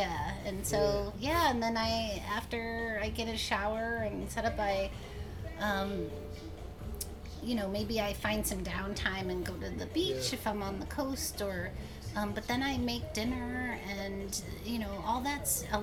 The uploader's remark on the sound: Not surprisingly the Fleet Week event in San Francisco created a few distractions as we were recording the podcast. Not surprisingly the Fleet Week event in San Francisco created a few distractions as we were recording the podcast.